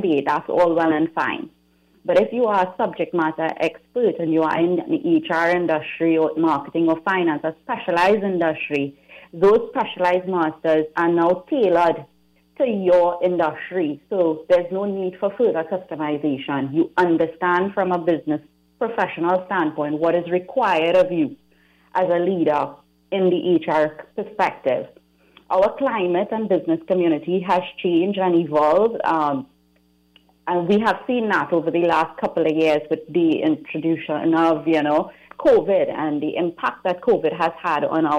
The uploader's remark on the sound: we take more calls from the audience